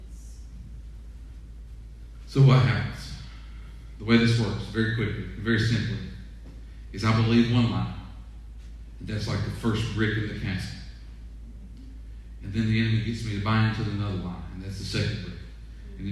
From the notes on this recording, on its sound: Sermon audio from 5/31/20 weekend worship service